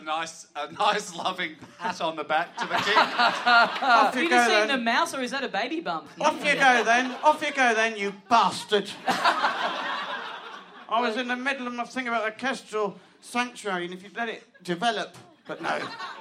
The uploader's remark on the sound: Big live podcast and stand-up show.